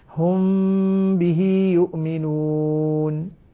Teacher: الميم الساكنة عند الباء مخفاة مع الغنة وعدم فرج الشفتين، عدم انفراج في الشفتين، أنطق بها هكذا هم به يؤمنون. · Term: إخفاء شفوي